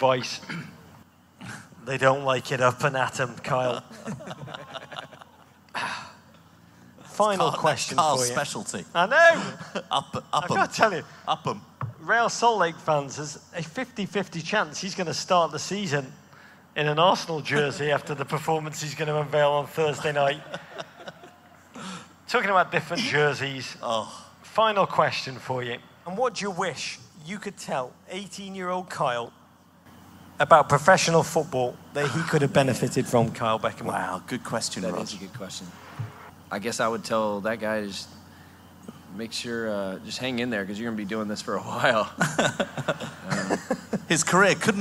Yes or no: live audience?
yes